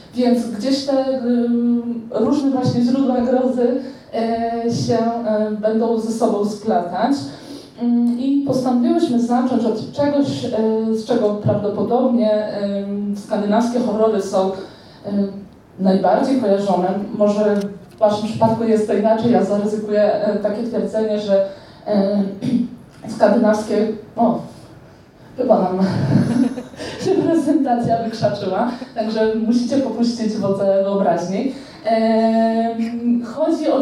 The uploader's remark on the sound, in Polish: Zapis audio (wraz z prezentacją) prelekcji, która odbyła się 17 czerwca 2023 roku podczas festiwalu popkultury i fantastyki „Pyrkon”.